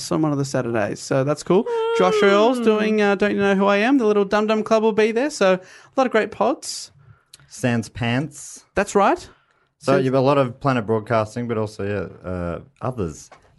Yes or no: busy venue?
no